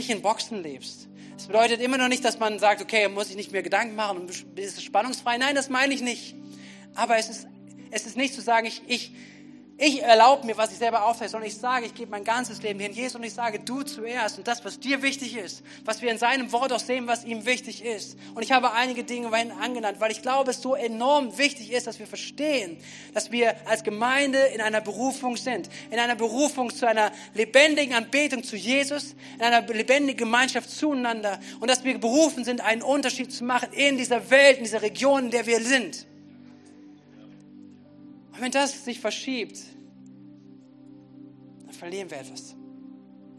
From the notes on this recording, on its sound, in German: Gottesdienst. Predigten aus der Missio Kirche. Gemeinde für Bad Kreuznach und Region.